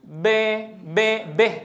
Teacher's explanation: عند نطق الكسرة، خلط صوتها بشيء من صوت الفتحة